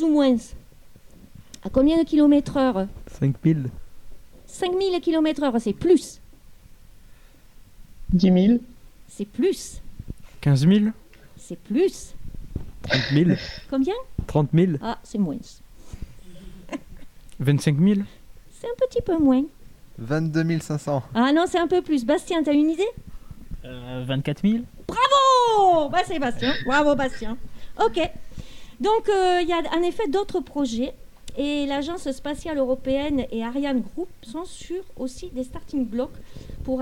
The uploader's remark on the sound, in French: Dans le cadre des Journées Relais Exposciences proposées par le Cirasti Exposciences. Du club Robotronik du lycée Champollion de Figeac. Enregistrement dans le hall du Lycée Champollion, plateau radio mobile du RADIS Sound.